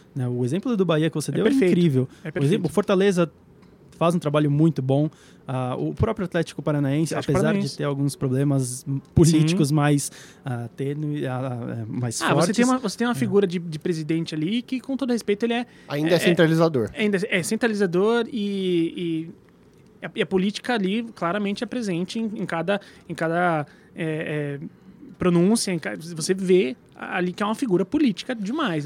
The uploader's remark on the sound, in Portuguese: Direto do Spotify Summit, gravamos esse episódio